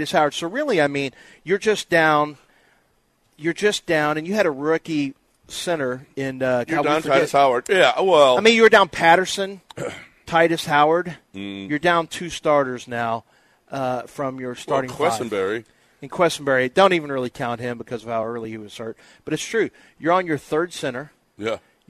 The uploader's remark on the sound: LIVE from East River 9!